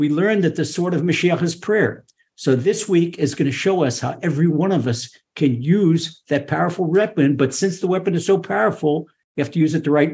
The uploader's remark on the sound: Recorded via TORCHzoom.